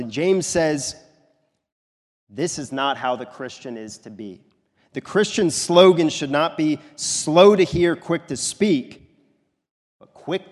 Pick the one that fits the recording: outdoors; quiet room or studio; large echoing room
large echoing room